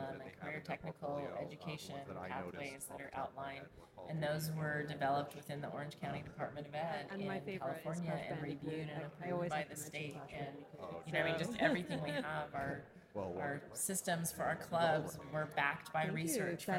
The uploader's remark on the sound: hosted LIVE from the EsportsNext 2023 conference